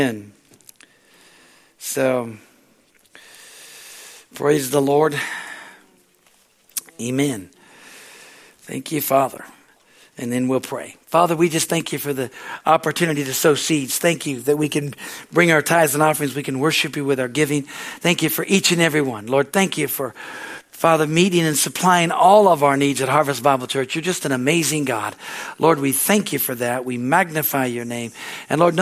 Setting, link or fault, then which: setting, large echoing room